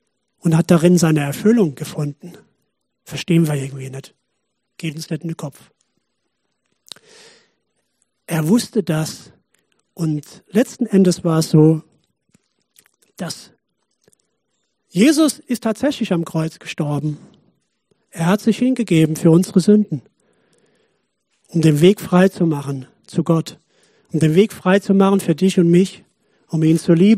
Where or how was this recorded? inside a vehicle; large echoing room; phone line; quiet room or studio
large echoing room